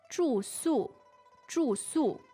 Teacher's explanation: So that's two fourth tones.